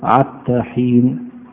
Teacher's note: ومنهم من يقلب حاء حتى عينا